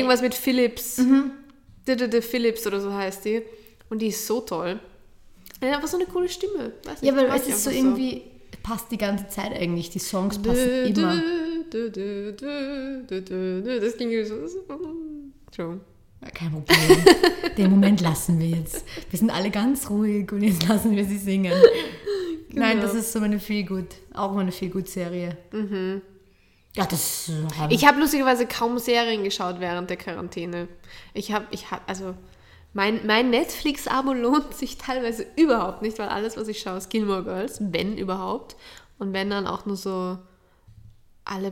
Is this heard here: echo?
yes